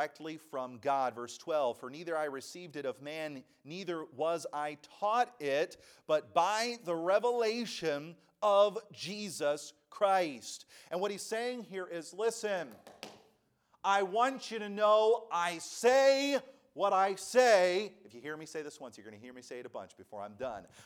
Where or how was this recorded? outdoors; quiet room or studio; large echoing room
large echoing room